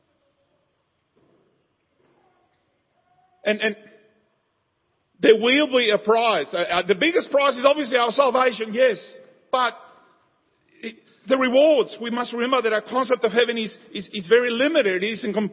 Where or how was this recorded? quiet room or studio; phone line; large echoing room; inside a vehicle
large echoing room